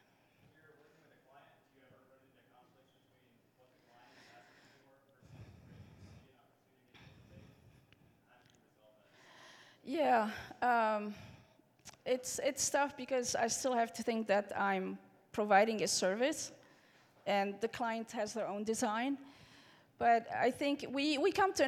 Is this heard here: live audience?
yes